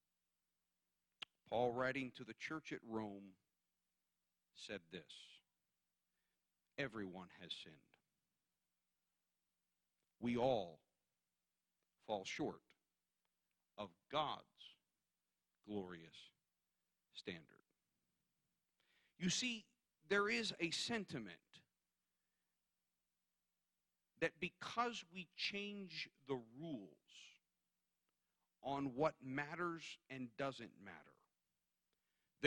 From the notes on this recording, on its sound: guest preaching at Calvary Tabernacle in Wrightstown, NJ